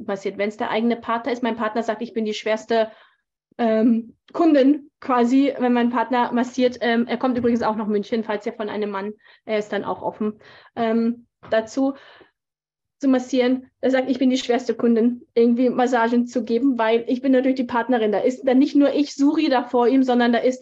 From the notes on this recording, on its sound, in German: auf Basis eines aufgezeichneten live Zoom Call